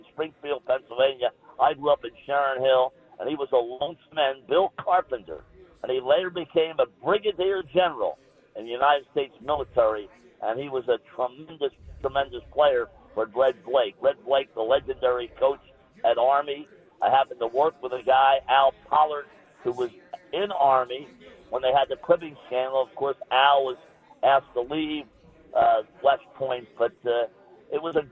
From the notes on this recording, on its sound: from media day at the 124th Army-Navy Game in Boston